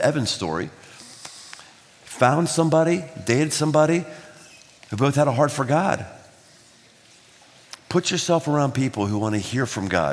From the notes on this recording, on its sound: Live at The Big Night. 3,000+ teenagers, gathered from three states.